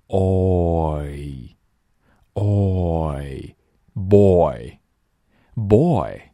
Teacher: 我们整个口型从 o 滑到 e 都是有声音的